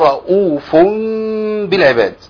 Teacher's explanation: في التطبيق يعني الميم مع الباء زي التنوين مع الباء لان التنوين بقلب التنوين الى ميم ثم بقفل الميم عند الباء · Term: اقلاب